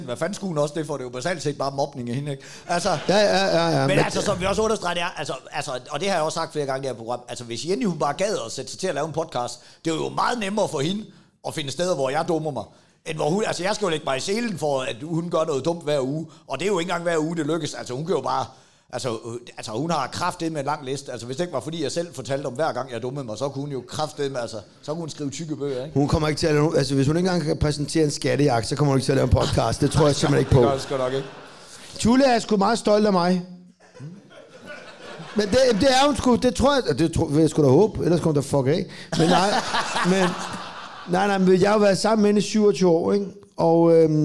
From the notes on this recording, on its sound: Der er optaget live i Fredericia.